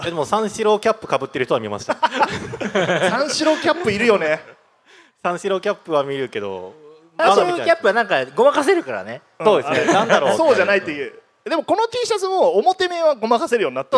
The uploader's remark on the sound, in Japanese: ラクーアガーデンステージで行われた公開収録。